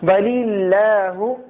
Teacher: ولی اللہ، اگر ہم اس کو پڑھیں ولی اللہ غلط ہو جائے گا، کیونکہ اللہ کے نام سے پہلے زیر ہے تو اس کو باریکی پڑھنا ہے